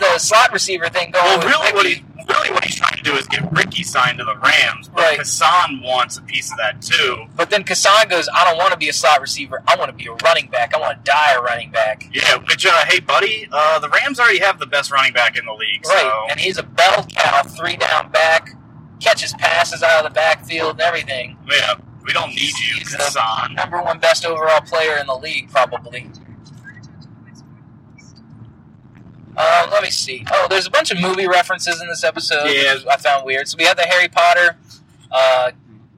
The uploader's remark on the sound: The Boys hit the road and have to discuss BALLERS 406 on a laptop like a couple of poors. Either excuse the audio quality or pretend this is a concept minisode hosted by robots.